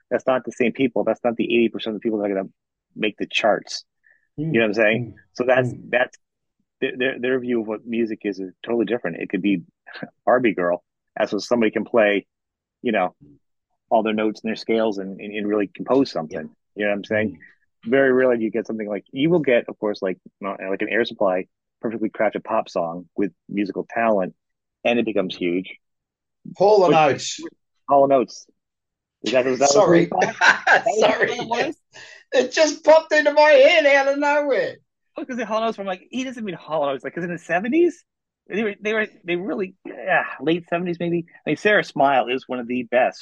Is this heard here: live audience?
no